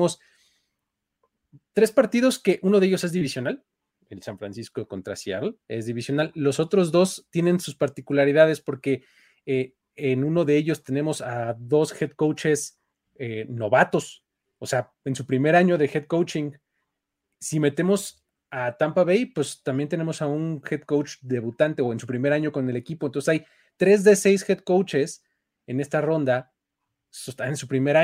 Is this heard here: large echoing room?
no